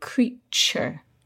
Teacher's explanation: the T is not pronounced T, as in two. It's pronounced ch, like in cheese. · Term: ch sound